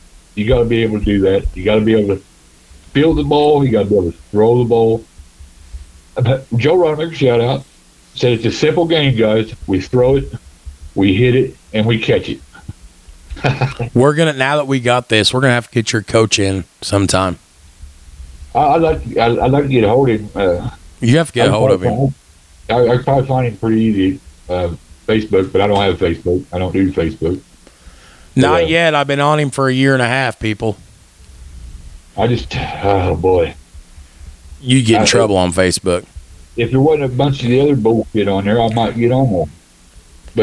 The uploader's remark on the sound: Record remote from two different locations over the phone, testing out their new $50 equipment mod.